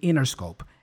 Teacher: We have here this NT combination. Usually, especially in American English, the T is dropped. So we just say Interscope.